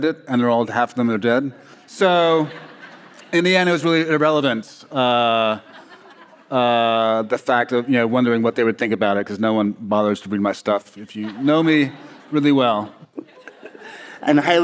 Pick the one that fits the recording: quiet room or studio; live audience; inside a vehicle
live audience